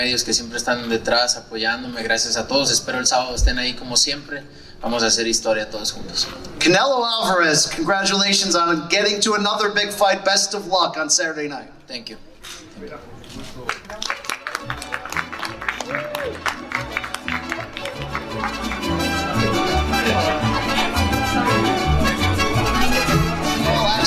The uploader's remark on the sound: grand arrivals interviews in Las Vegas